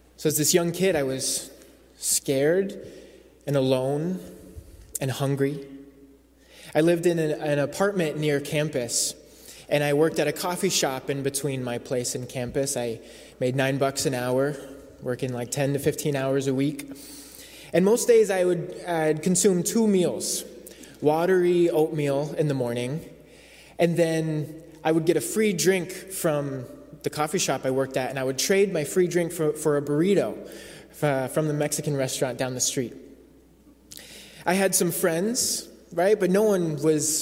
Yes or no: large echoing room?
yes